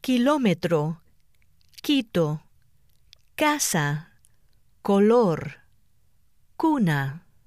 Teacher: In Spanish, the K and the combinations QU, CA, CO, and CU are pronounced like the English C in the word cut, but without the puff of air